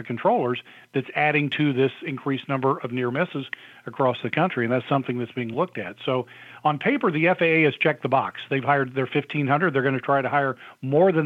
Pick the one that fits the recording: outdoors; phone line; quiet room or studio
phone line